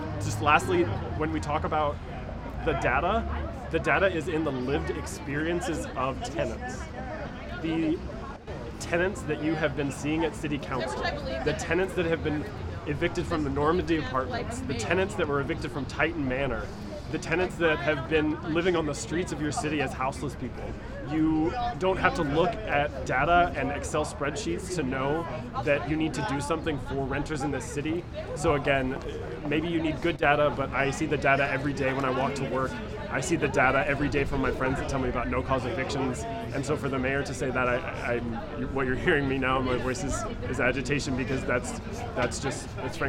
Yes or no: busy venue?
yes